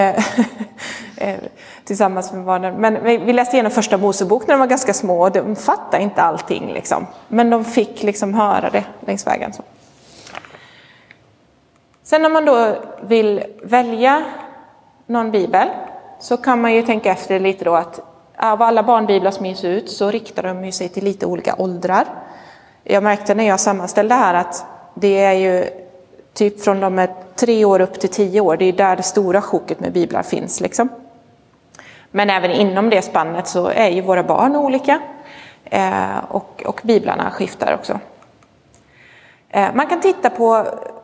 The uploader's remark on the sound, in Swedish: Inspelad i Roseniuskyrkan den 23 oktober 2022.